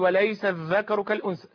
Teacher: لابد أن تأتيها بالسين بهمسها وصفيرها، ثم تأتي بالذال، ثم تأتي بالثاء · Term: السين فالذال فالثاء